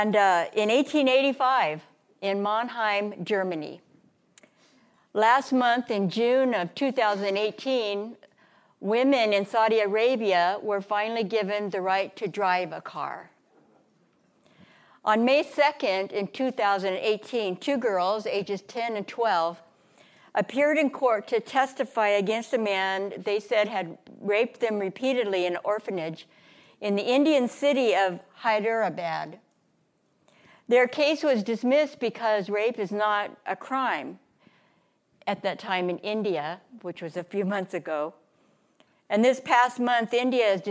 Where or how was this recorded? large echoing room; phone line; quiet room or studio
large echoing room